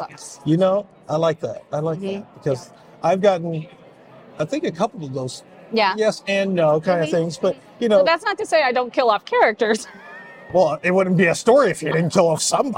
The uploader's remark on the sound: Beyond the Pen Goes Live at HEPL Local Author's Book Fair 2023. Recorded live at HEPL Local Author's Book Fair 2023.